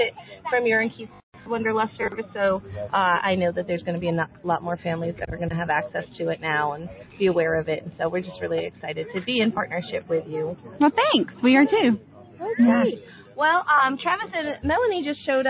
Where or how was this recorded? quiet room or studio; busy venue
busy venue